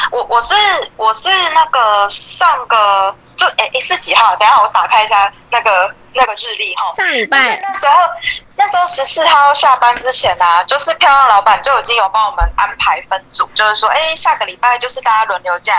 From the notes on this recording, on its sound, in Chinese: 由於是call out，所以部分音質有點影響，敬請見諒！